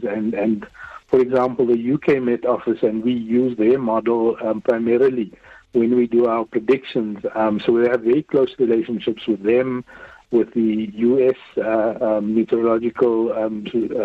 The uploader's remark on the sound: decided to phone SA Weather Services CEO